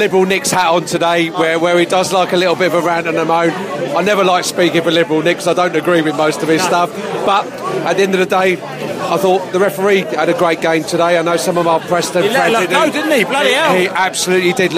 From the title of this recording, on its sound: Post-Match Podcast from the pub